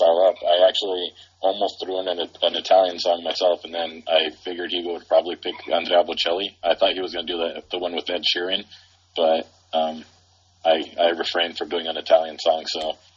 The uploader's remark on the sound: We are still trying to figure out what's the best way to record while we are all on speaker phone